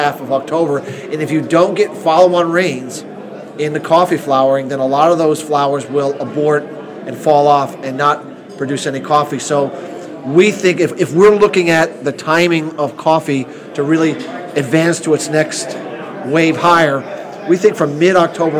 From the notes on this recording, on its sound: live at the Moving Iron Summit